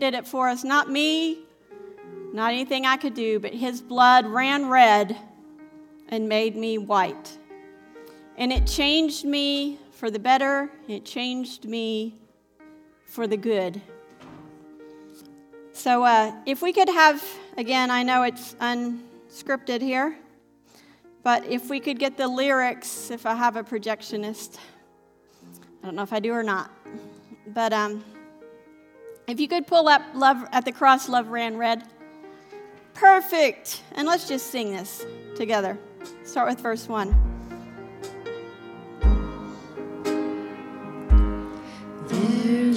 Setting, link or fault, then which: setting, large echoing room